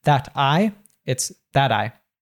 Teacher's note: That I, we have an American T there. When we have a T in American English between two vowel sounds, so here between a and an I, it usually changes to a d sound. So instead of being that I, it's that I.